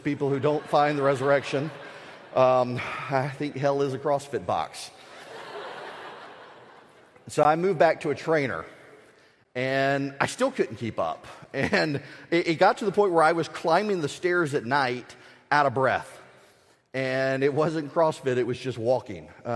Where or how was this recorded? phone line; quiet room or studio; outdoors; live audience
live audience